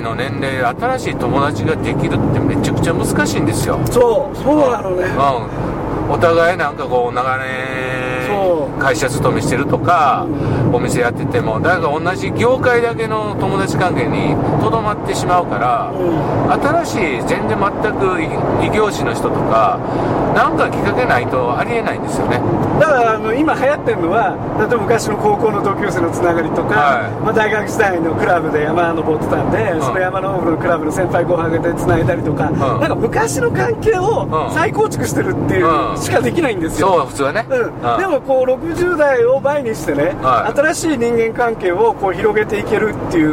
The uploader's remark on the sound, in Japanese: 福井県へ向かう車の中でドライビング対談収録をいたしました。